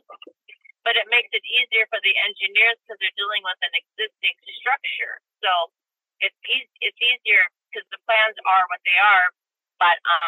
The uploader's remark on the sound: Heads up about the audio quality. Was in between work sites and actually did the interview from her vehicle on her phone. I've tried to clean it up as much as I can, but don't come into this one expecting studio quality audio from our expert today.